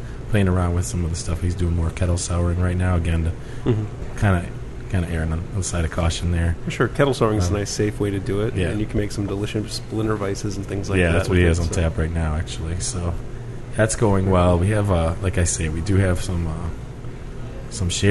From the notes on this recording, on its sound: Recorded at Hough's in Pittsburgh